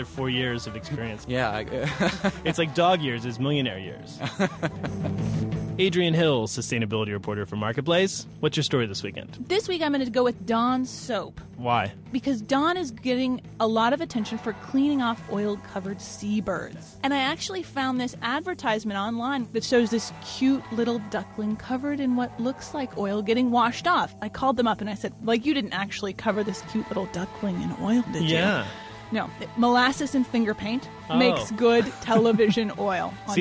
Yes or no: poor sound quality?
no